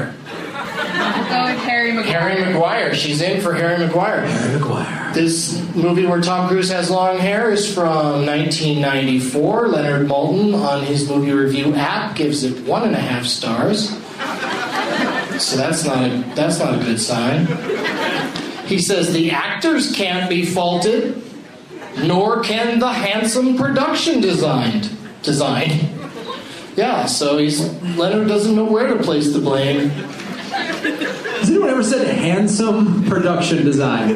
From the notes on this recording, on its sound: audience members at the Improv in Irvine, CA